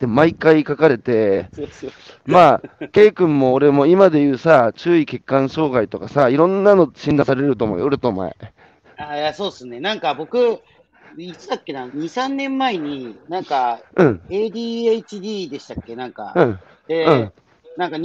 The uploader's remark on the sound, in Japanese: 歩きながら1時間、対談する